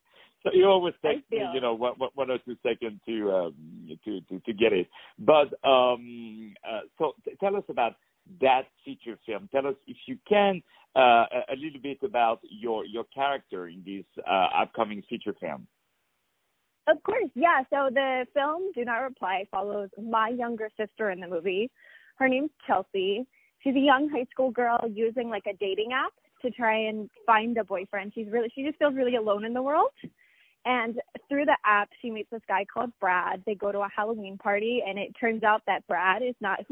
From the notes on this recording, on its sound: On the phone.